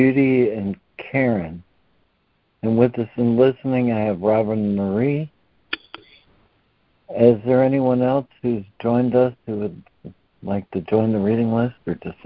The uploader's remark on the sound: ACIM Daily Conference Call